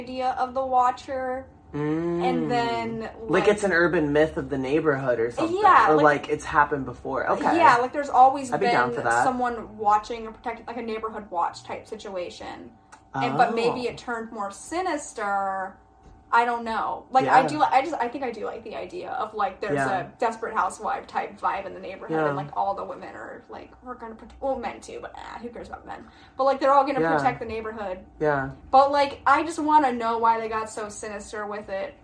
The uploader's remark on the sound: Sorry for the background noise, our microphone audio busted!